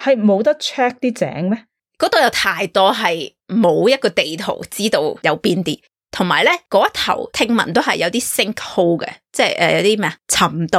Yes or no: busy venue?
no